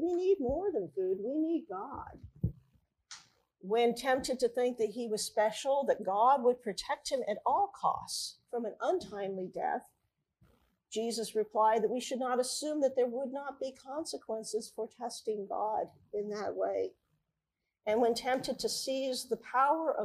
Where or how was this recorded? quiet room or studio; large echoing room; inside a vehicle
large echoing room